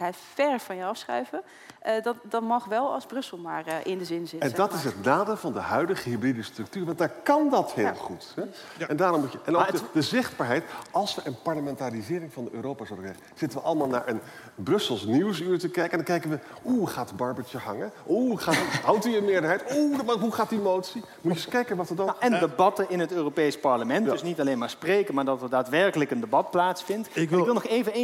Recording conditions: busy venue